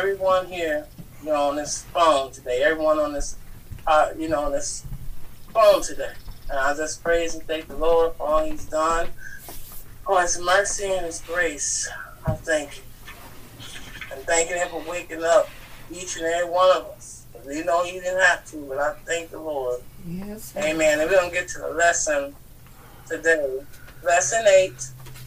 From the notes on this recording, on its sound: Forgive the crazy background noise. I couldn't delete it without destroying the audio.